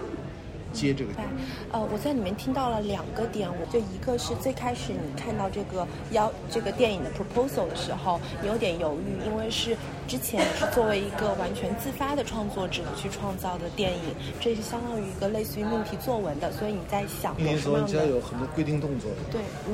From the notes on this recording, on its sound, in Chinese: 本期节目录制于2023年第76届戛纳电影节现场